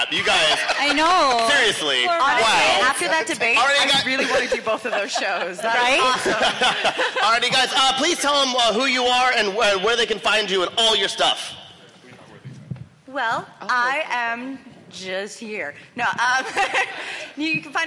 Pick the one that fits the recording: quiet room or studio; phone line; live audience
live audience